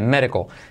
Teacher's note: D como R suave, I como E, letra clave L